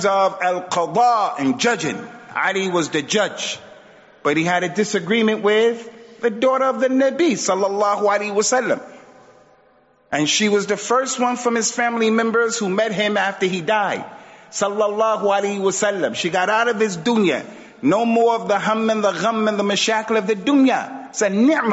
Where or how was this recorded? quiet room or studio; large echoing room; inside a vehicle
large echoing room